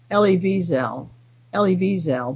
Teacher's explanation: not with a big accent on the last syllable, which people tend to put on it.